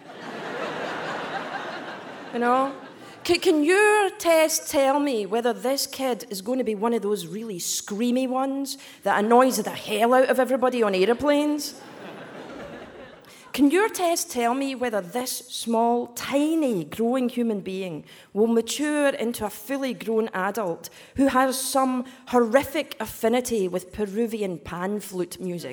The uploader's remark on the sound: Live at Town Hall, New York